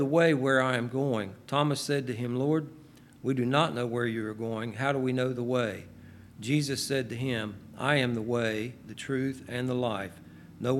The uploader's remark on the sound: LIVE Services at Sunshine